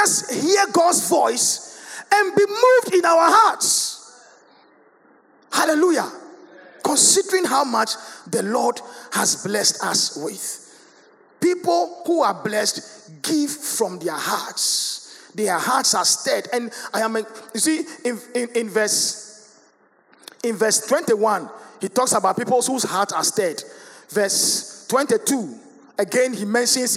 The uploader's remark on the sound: Sermon preached at CBC Shiashie Campus.